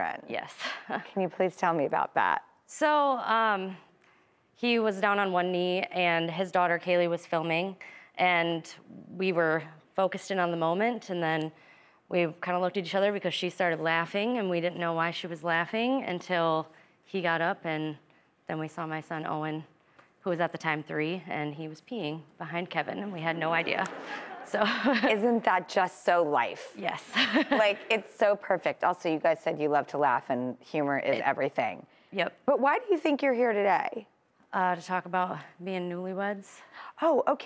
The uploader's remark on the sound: we've filled the entire studio audience with singles looking to make a love connection